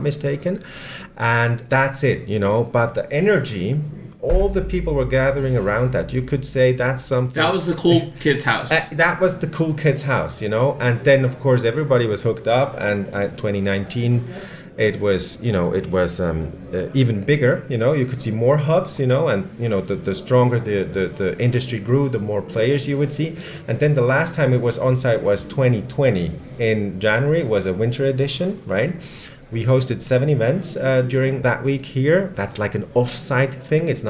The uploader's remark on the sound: Coming to you from Davos Switzerland during the World Economic Forum 2022 conference